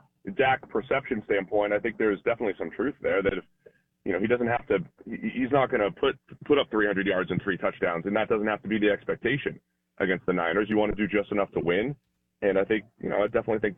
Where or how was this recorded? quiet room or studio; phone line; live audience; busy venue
phone line